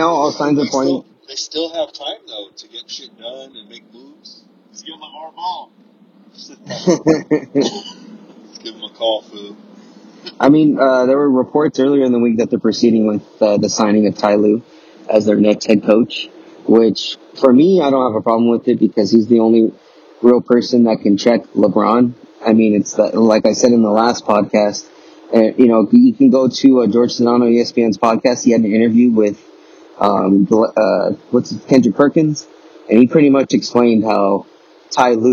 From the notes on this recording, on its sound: Excuse the low audio quality. Record this episode while on the road to Petco Stadium in San Diego to see the Dodgers play the Padres.